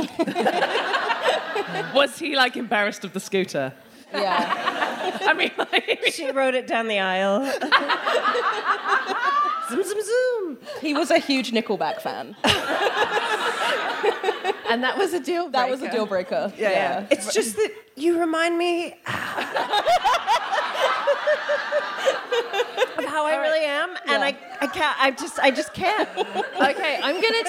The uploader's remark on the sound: DWSC LIVE. At their residency in London, in front of a packed-out audience, which also happened to contain her mother, who will only entertain sitting f'row, for maximum effect. We then hear from one of the lovely audience members.